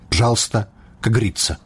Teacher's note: там у моўнай плыні ненаціскныя галосныя для эканоміі могуць зусім прападаць. «Пжалста», «кагрыцца».